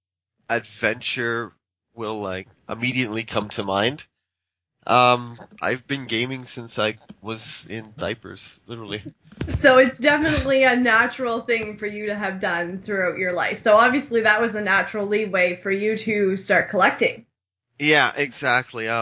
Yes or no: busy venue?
no